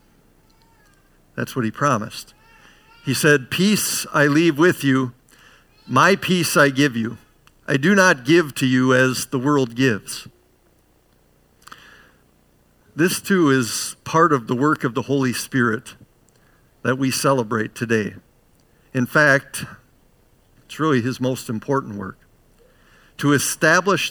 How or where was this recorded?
large echoing room